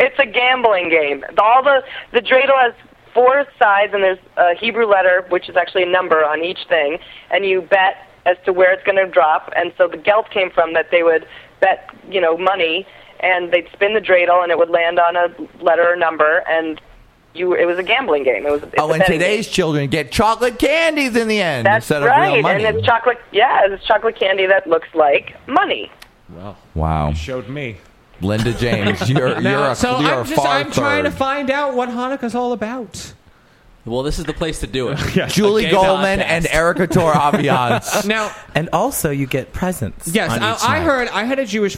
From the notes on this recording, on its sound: Phones in to rep for Hanukkah!